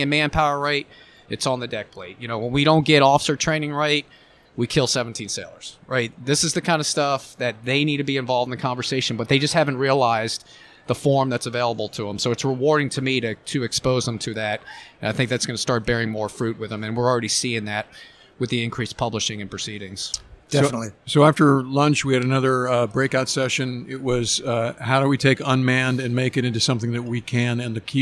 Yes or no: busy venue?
yes